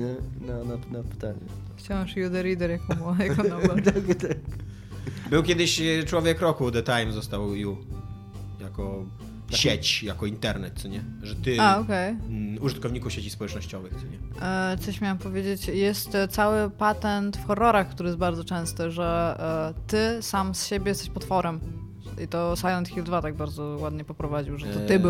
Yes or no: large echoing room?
no